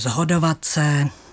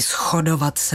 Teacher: Totiž, abychom vysvětlili podstatu, jde tady o spisovnou výslovnost, o tom mluvíme, a konkrétně o případ sporoby znělosti neboli znělostní asimilace, kdy se sejdou dvě hlásky, konkrétně tady s a h, a ta druhá ovlivňuje výslovnost té první. Moravská výslovnost upřednostňuje tu znělou podobu, takže zhodovat se.